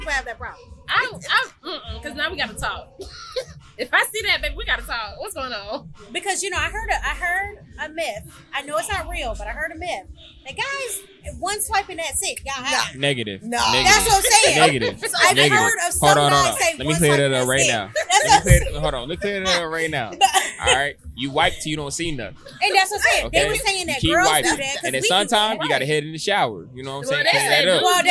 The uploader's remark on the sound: Brought to you live from the MPN Podcast Stage.